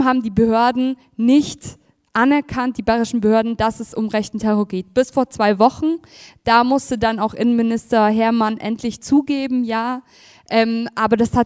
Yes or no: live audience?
yes